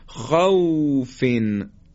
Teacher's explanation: واو ساکن ما قبل مفتوح رو خیلی نرم ادا می کنیم